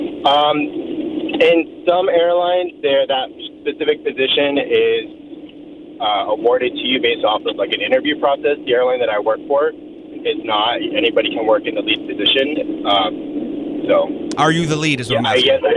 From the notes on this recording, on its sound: People called in anonymously